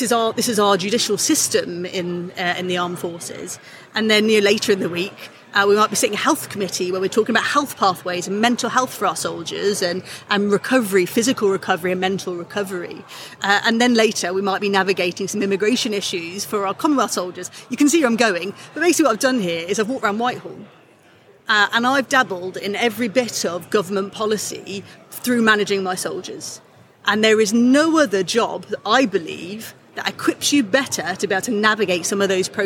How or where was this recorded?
live audience